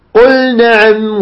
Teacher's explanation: تظهر اللام الساكنة عند النون · Term: إظهار اللام